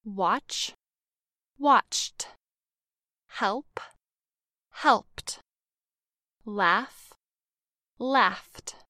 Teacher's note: If the last letter of the regular verb ends in a voiceless consonant, pronounce the ed ending as just t